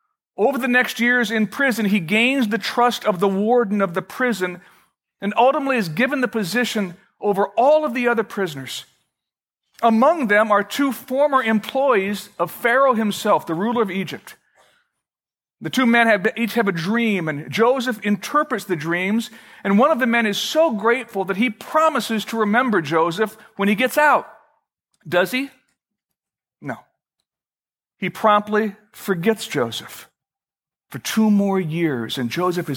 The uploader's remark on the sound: Originally recorded May 6, 2012, at Fellowship Missionary Church, Fort Wayne, IN.